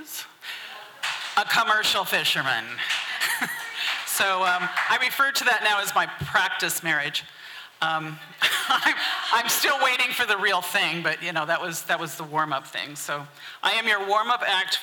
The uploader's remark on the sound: Ten Fifteen Theater-Saturday Night-First Set. From the 2023 FisherPoets Gathering. This recording was made on Saturday, February 25th, 2023, at the Ten Fifteen Theater in Astoria, OR as part of the FisherPoetry Archive Project.